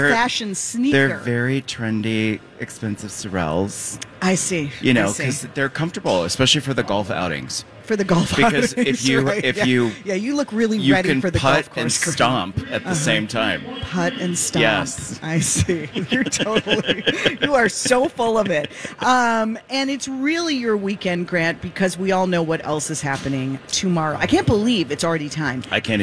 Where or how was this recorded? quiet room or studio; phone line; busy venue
busy venue